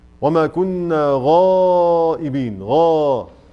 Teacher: كل حروف الاستعلاء مفخمة، تمام؟ فلكنها على مراتب، فعندي حرف استعلاء يأخذ أعلى المراتب، للغين مثلا لو جي بعدها ألف فهذه أعلى المراتب. وما كنا غائبين، غا ها لو جي مفتوح بس زي غير ياخد مرتبة أقل، لو جه مضموم ياخد مرتبة أقل وهكذا.